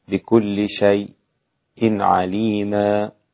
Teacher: وسكت على الساكن قبل الهمز الإمام حمزة